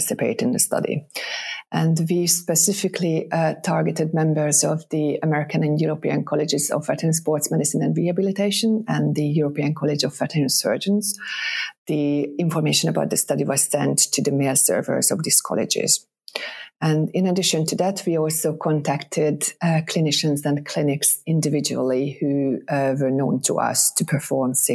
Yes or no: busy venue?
no